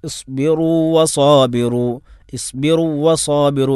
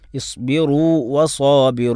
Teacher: ആദ്യത്തെ വാവിന് രണ്ടാമത്തെ വാവിലേക്ക് ഇദ്ഗാം ചെയ്യരുത്. · Shown in: second take